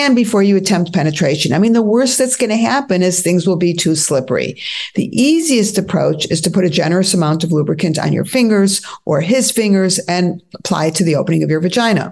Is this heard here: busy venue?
no